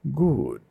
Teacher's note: it's a very chesty yeah almost like you're sighing like good mm. · Term: ooh sound